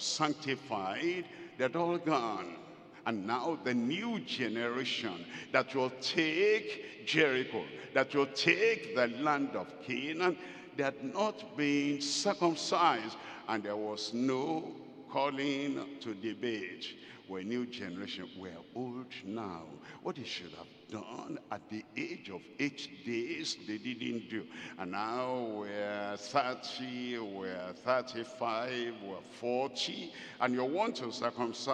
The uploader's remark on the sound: At the 50th Anniversary Celebration Service live from Deeper Life Bible Church Headquarters, Gbagada, Lagos, Nigeria.